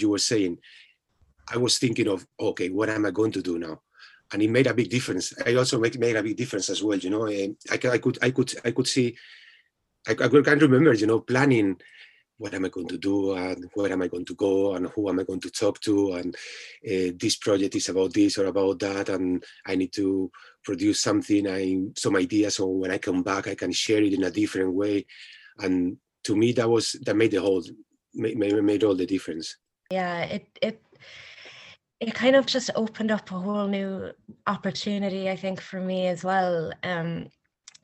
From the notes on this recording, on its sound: We recorded this interview via Zoom due to current restrictions.